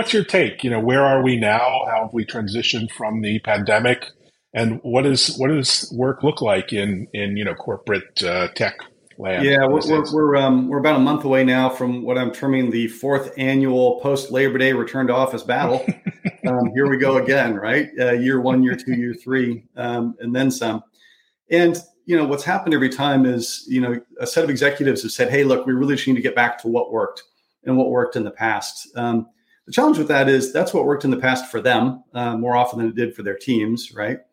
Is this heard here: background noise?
no